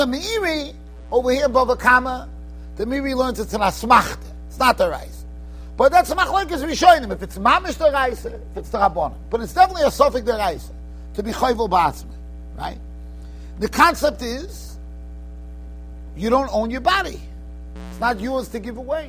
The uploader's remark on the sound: Shiur recorded in Yeshivas Ohr Reuven, Monsey, NY.